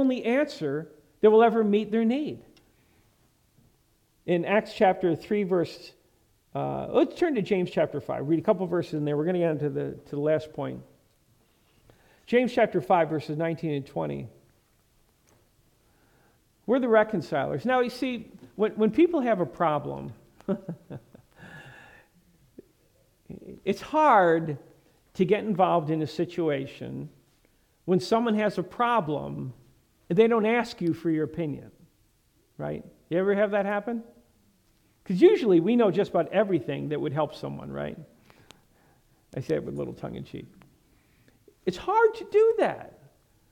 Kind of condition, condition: setting, large echoing room